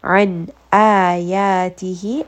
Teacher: this is idhar, nun sakin, followed by the throat letter hamza. So I am going to pronounce this clearly, give it tawassut as well.